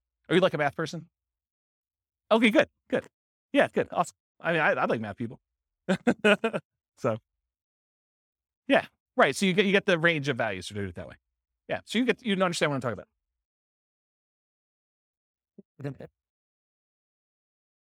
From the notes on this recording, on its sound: This was a live class recorded